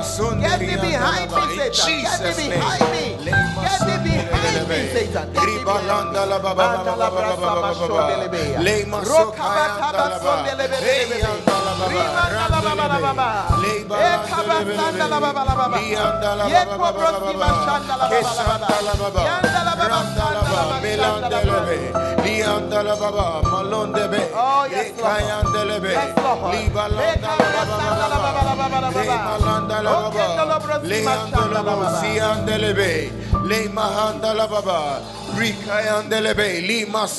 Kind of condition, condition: setting, large echoing room